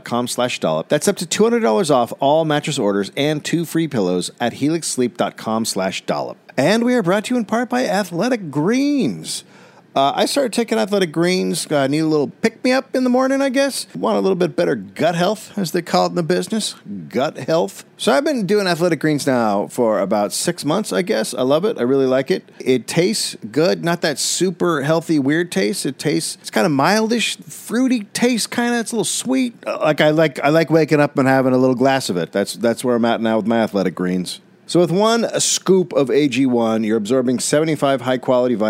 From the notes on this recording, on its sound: Recorded live at the Lincoln Theater in Washington DC.